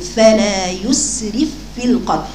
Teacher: وصفير السين وجريان صوت السين